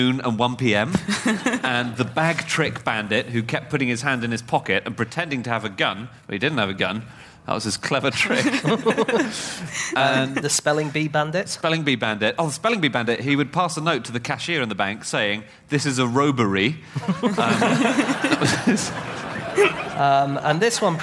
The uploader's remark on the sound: Live from the Cheltenham Literature Festival